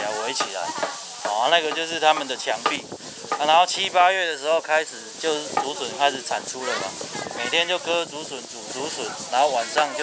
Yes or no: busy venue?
yes